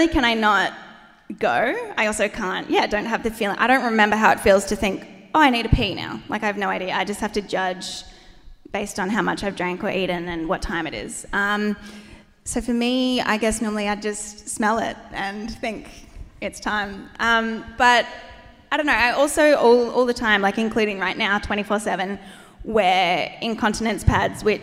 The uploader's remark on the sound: The cut down interviews from our LIVE SHOW!